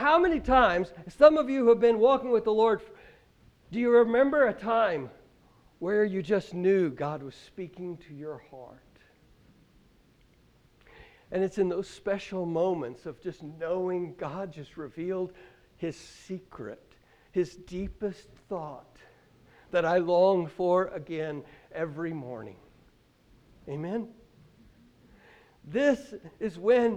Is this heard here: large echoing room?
yes